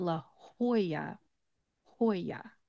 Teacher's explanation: But again, we're going to follow those Spanish speaking rural names. You're going to actually make that J into an H sound. The two L's are going to become a Y. So it becomes La Jolla, Jolla, when you pronounce it.